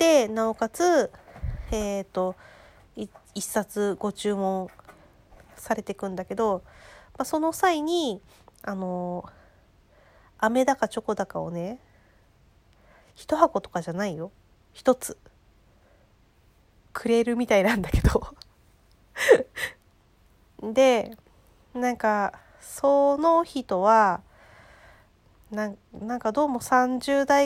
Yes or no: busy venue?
no